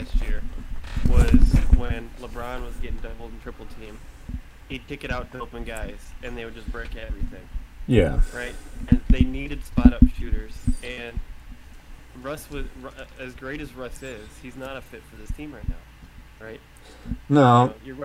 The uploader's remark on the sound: The audio levels are slightly off I do apologize.